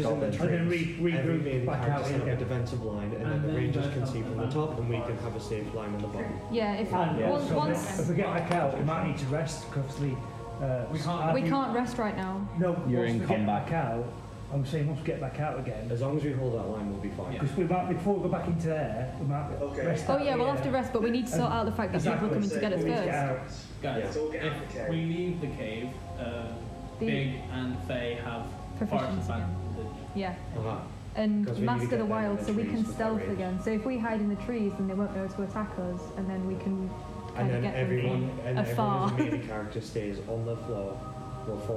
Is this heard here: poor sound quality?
yes